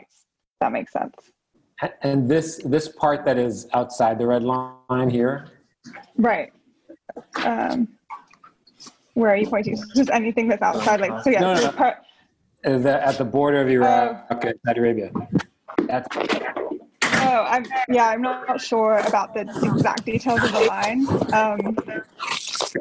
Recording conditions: video call